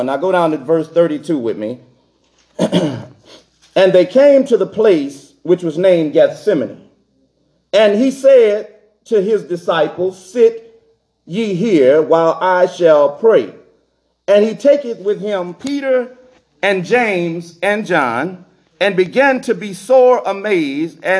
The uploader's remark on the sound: This message was recorded in the sanctuary of True Vine Missionary Baptist Church.